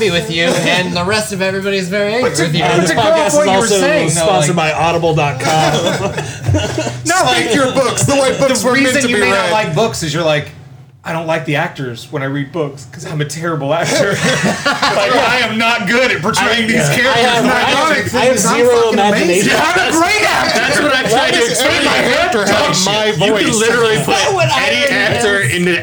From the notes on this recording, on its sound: In beautiful downtown Bradenton. We got the largest draft group together in Drat Pod history with 6 active drafters and we did it all LIVE inside Tytan Comics.